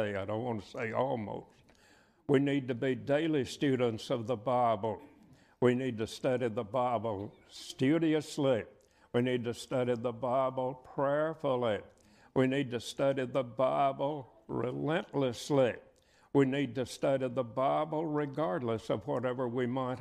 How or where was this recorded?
large echoing room